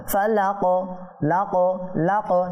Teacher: বি রব্বিল ফালাক, বি রব্বিল ফালাক, ফালাক হরফে কলকালা কফ না, এখানে জের আছে, তা আমরা থামার কারণে এখানে সাকিন করছি, সাকিন হলে হরফটা প্রতিধ্বনি হবে